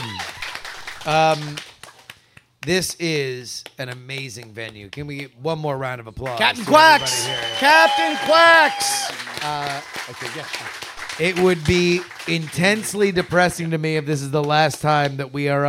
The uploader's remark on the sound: Live in Austin, June 2023. Quack's Soundspace, it's Great Night live!